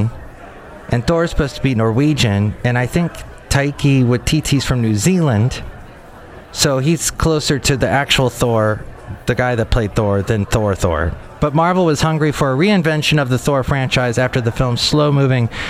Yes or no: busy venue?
yes